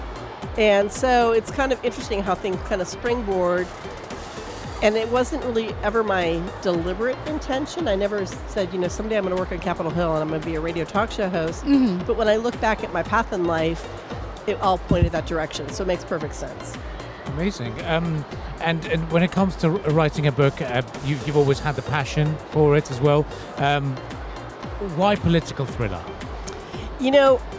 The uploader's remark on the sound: Live from SIBF 2023